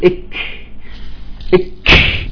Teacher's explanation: فتخلصوا في من الشدة تبعها بالهمس. الكاف نقول إك، نحبست فتخلصوا منها بالهمس